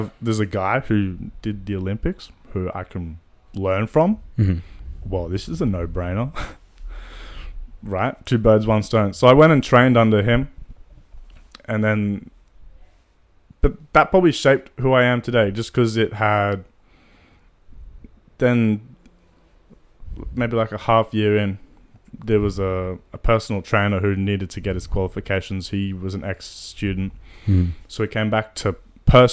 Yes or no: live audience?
no